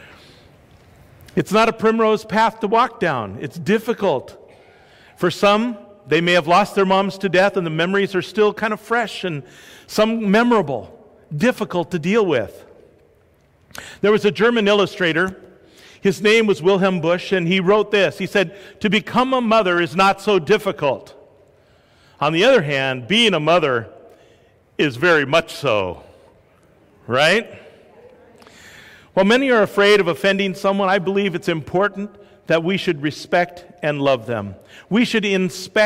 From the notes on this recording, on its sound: This is a live sermon preached at Sacramento First Church of the Nazarene Mother's Day 2019.